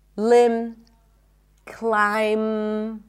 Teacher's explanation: When there is MB, especially at the end of words, the B is not pronounced.